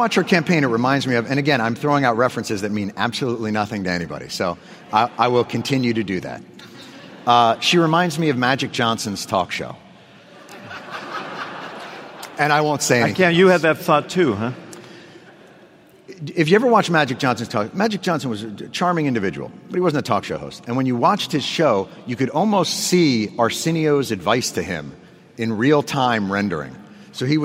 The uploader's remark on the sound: in Rockefeller Chapel at the University of Chicago